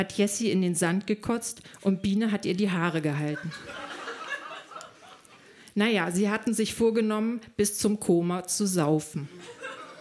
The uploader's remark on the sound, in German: Im Monarch, Berlin. Heißen Dank an den Monarch, unser tolles Publikum.